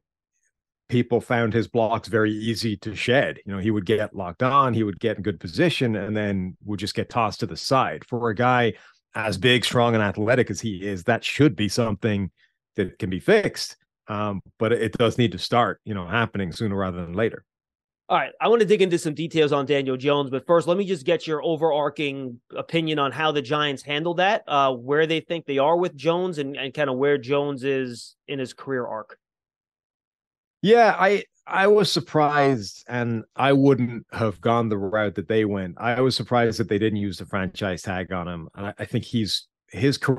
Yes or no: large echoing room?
no